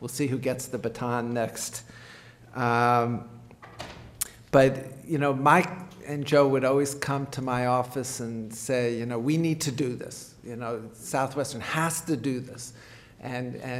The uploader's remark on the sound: One of a series of lectures from The Yale School of Medicine Bicentennial Symposium, “Biomedicine in the New Century,”.